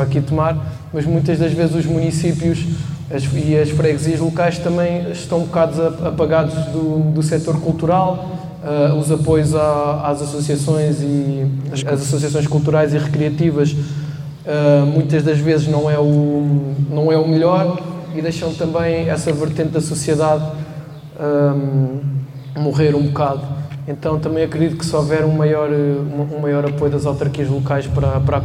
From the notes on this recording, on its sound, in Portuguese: Gravado em direto a partir do festival Rabirruivo em Tomar.